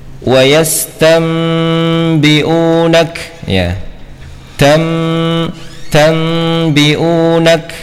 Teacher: Cara membaca iqlab adalah dengan tidak boleh menekan kedua bibir ya. Nun sukun diganti dengan mim ya.